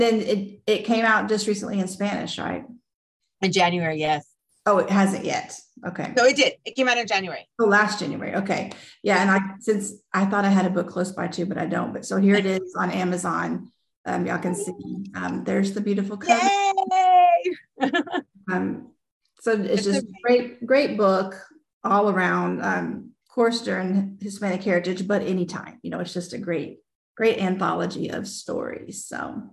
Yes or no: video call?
yes